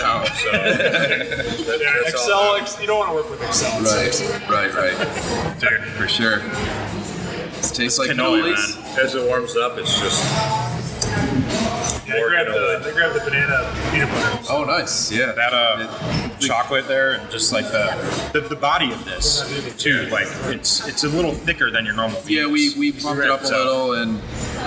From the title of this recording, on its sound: Live at Mortalis